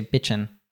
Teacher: But if we say it as an adjective, we always drop that G. We always say bitchin'.